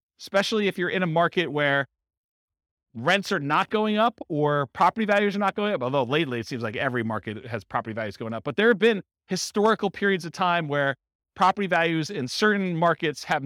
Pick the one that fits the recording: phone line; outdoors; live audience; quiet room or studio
live audience